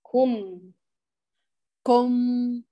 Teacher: كم، أيوة كم كم، ليس كم كم خطأ، كو هي كو، أتم الضم كم. أيوة والميم أعطيها جريان جزئي للصوت